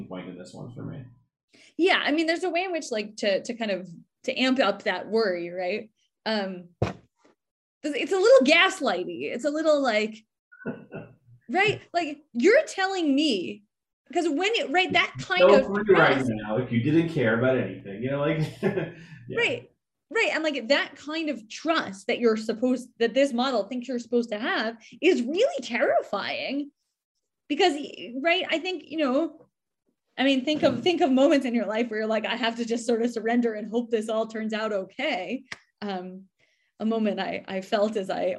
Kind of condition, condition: link, video call